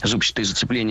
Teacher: Мы услышали прилагательное «зубчатый» с ударением на первом слоге. И это правильный вариант.